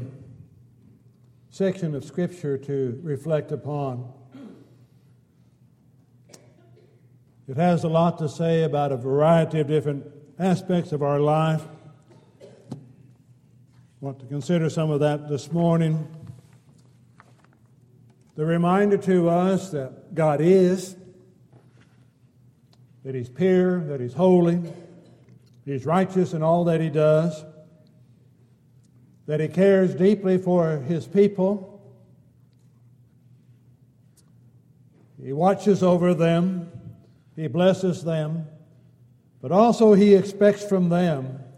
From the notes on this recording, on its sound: Downtown Church Of Christ Audio Sermon.